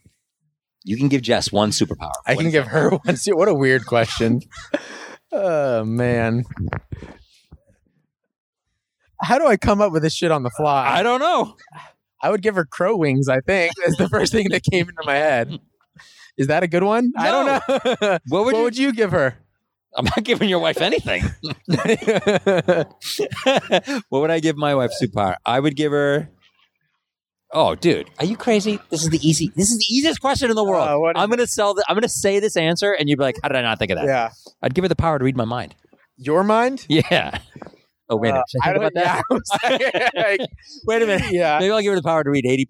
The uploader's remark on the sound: sit on a sidewalk outside a gym